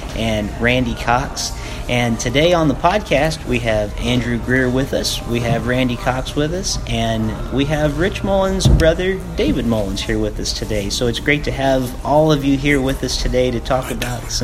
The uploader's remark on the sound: Recorded live at Parnassus Bookstore in Nashville Tennessee.